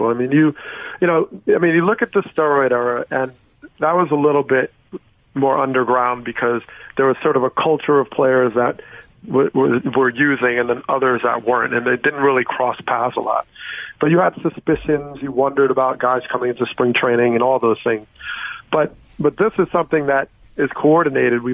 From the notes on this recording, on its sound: called in to the …/… show